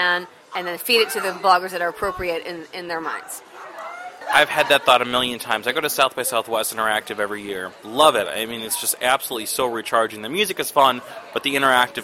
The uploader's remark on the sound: In an interview recorded at Tribute in the South Loop for the organization’s CBNTRIBUTEPARTY event this past week.